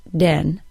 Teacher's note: Most other languages that have problems with these sounds substitute the D sound for the voiced TH, so then is pronounced den